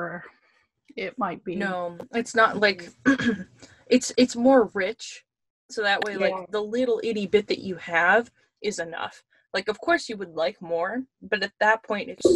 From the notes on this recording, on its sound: produced via Zoom conference call